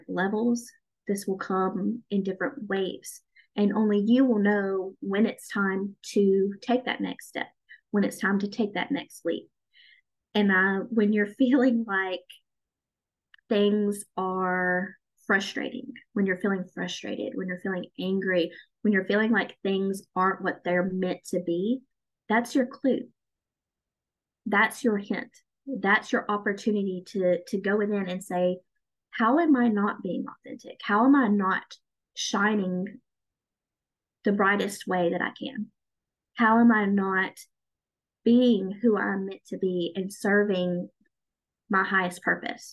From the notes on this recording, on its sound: I wanted to share the live call that we did in the Chasing Spirituality Community this month. Each month, we have a live zoom call in the community.